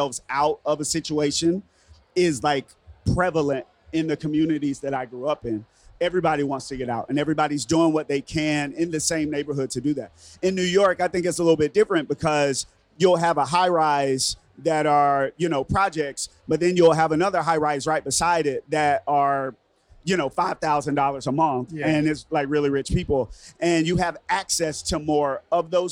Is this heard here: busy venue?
yes